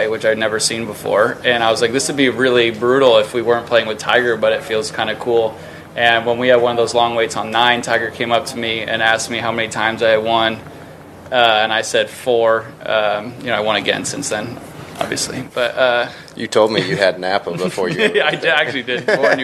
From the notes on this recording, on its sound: Team Interviews "LIVE" from Naples, FL at The QBE SHOOTOUT